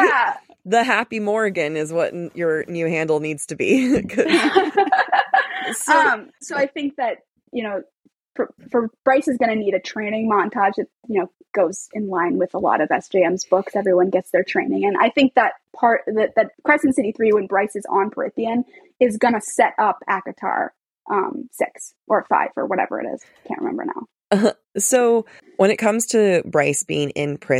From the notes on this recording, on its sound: This episode of Book Talk for Book Tok was recorded on Riverside. This episode of Book Talk for Book Tok was recorded on Riverside.fm , a cloud-based podcast recording platform.